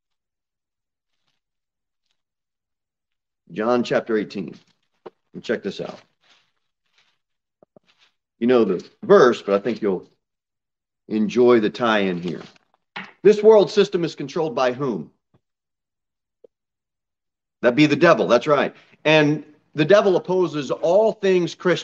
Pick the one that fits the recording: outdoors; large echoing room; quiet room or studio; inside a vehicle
large echoing room